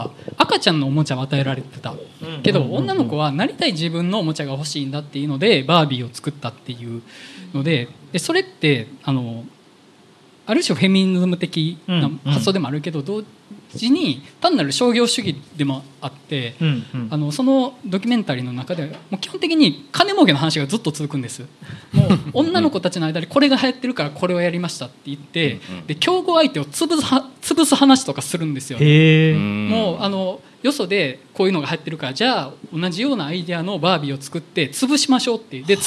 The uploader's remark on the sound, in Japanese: ネイキッドロフト横浜で行われた公開収録